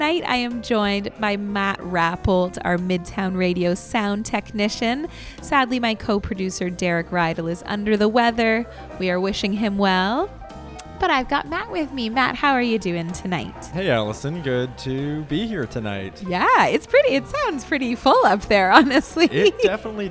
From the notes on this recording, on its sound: broadcast live from Princess Twin Cinemas in Uptown Waterloo